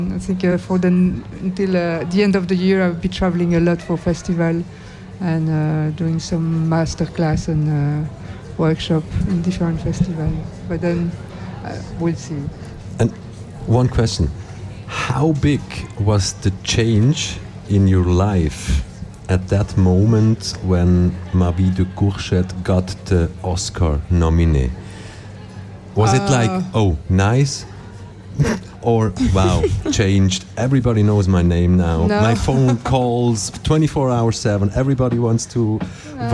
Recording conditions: busy venue